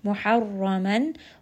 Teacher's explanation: ra in this case is going to be heavy because it has a fatha, and then men, this is going to be the noon sakin rule of idhar.